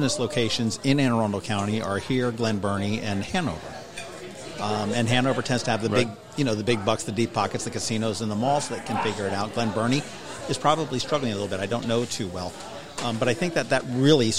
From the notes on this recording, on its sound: Boatyard Bar & Grille in Eastport. We ate lunch in the bustling tent out front --hence the background noise.